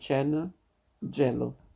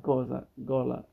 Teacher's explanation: possono avere suono palatale in cena, gelo o velare in cosa, gola